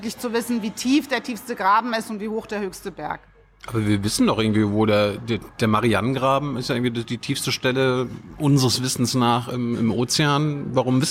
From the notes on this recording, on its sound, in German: August 2020 in der Berliner Buchhandlung Ocelot aufgezeichnet.